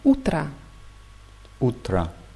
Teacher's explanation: Wird mit O am Ende geschrieben, aber als A ausgesprochen, weil es unbetont ist.